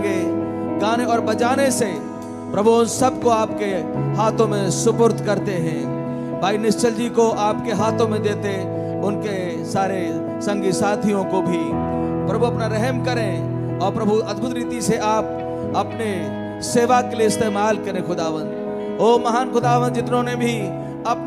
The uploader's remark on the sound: Worship Service, Etah (AUDIO)